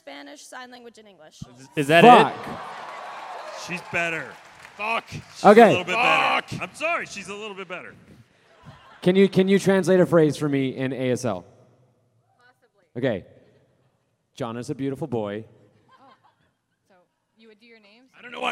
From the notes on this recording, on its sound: a completely wild live show during RTX Austin 2018